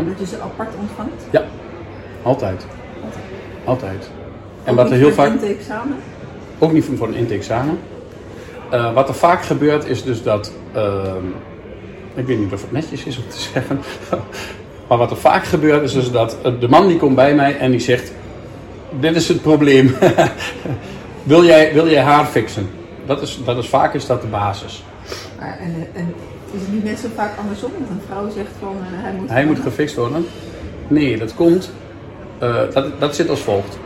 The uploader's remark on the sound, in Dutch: DEZE POD-EN VIDEOCAST IS OPGENOMEN IN EEN OPENBARE RUIMTE EN DAT HOOR JE.